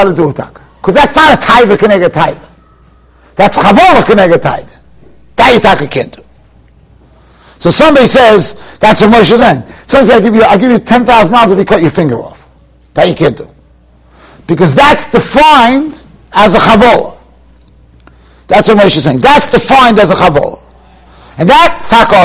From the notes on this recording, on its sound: Shiur recorded in Yeshivas Ohr Reuven, Monsey, NY.